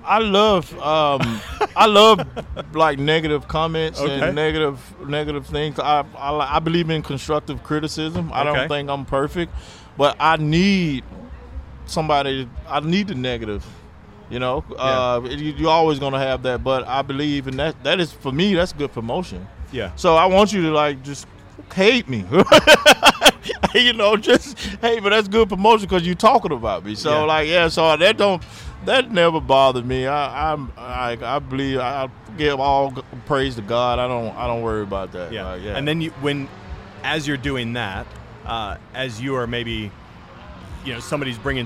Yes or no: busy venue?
yes